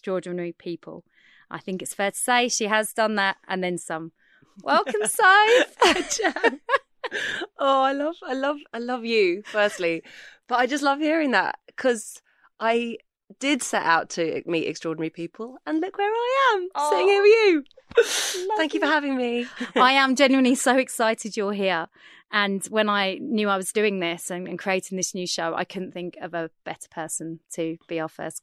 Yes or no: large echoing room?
no